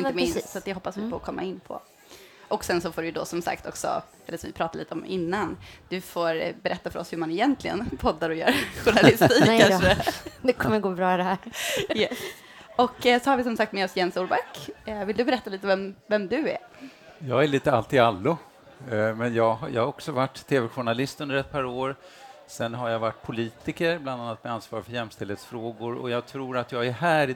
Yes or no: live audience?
yes